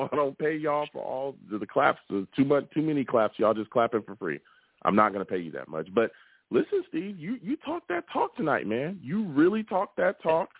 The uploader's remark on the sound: I also take live callers!